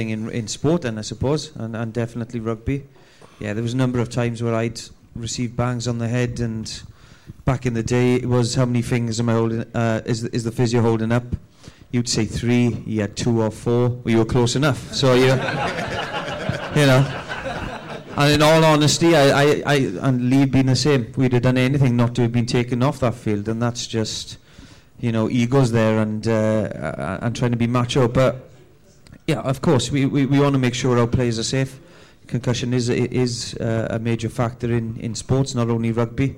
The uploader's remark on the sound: a live audience